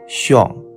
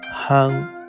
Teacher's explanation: 这个音节里是没有介音的，它的韵腹是一个舌面前半低元音 · Shown in: second take